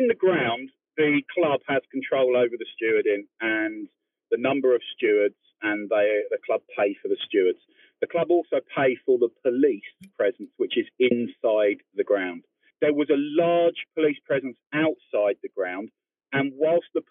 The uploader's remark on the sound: Post Match Phone.